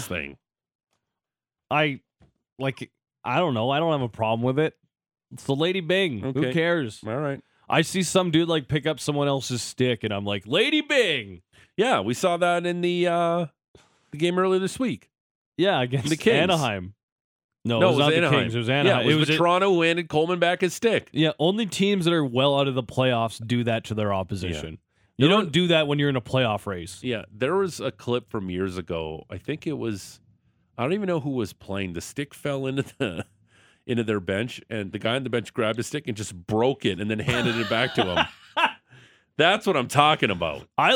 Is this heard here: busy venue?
no